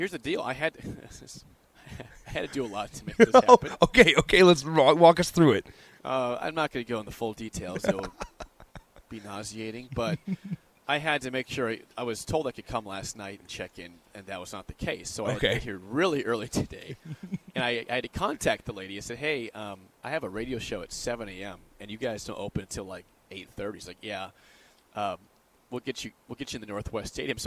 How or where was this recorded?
busy venue